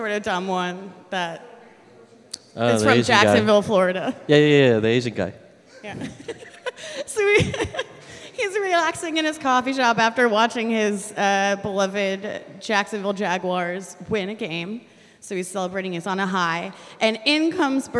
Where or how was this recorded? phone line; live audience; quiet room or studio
live audience